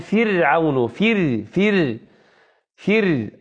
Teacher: الفاء مكسورة والراء ساكنة، إذن تأخذ حكم الحرف الذي قبلها فترقق